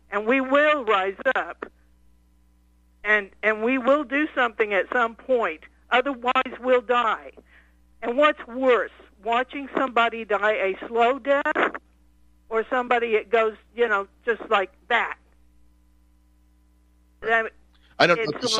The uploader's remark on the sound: Your phone calls